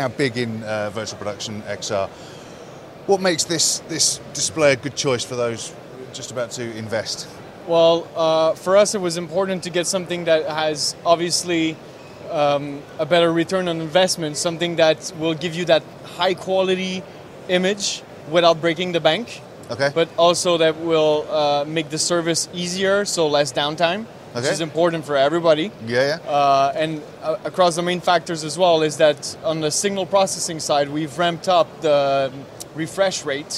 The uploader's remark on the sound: At IBC 2022 we speak.